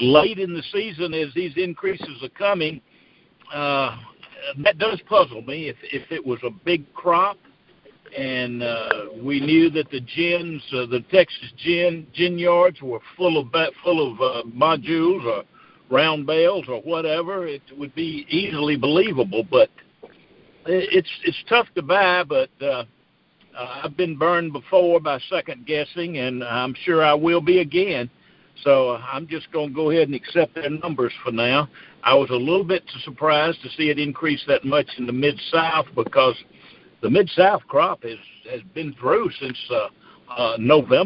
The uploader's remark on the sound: Monthly Cotton Conference Call.